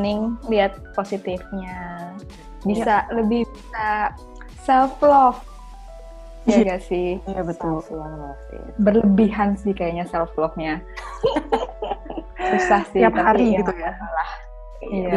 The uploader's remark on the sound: Perdana record podcast via video conference.